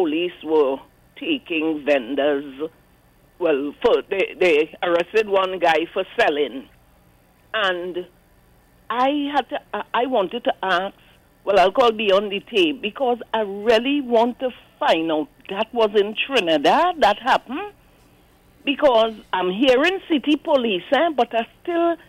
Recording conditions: phone line